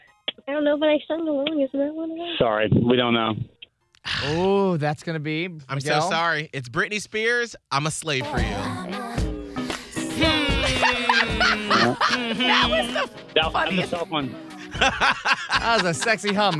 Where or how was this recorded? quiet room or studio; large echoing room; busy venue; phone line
phone line